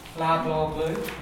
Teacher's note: La, blah, blue. And the lips are still rounded. La, blah, blue. They're rounded because it's broad.